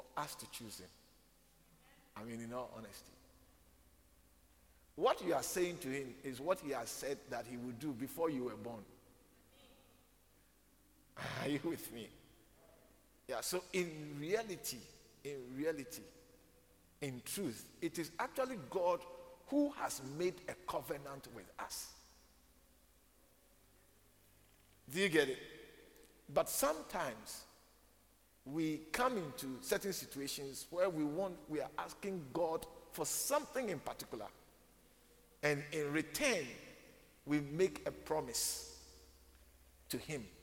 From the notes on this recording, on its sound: preached at the Living Waters Cathedral